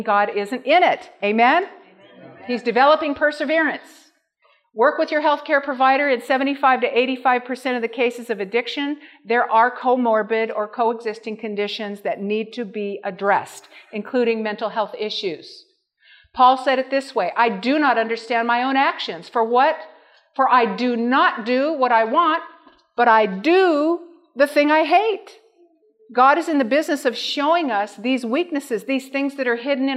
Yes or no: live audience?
yes